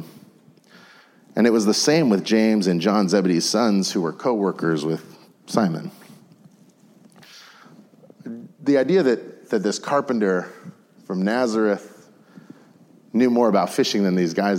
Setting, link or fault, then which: setting, large echoing room